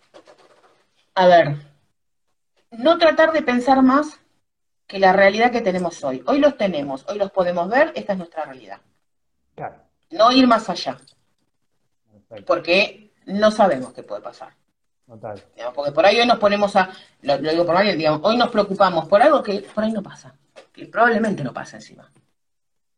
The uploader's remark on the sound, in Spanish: Por IG Live.